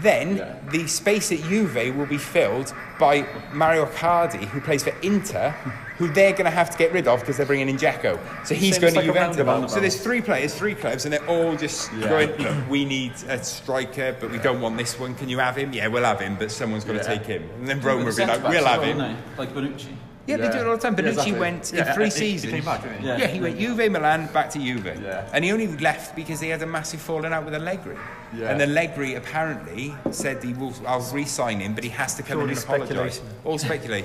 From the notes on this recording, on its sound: This week we recorded at the amazing Kongs Cardiff. Arcade game themed bar.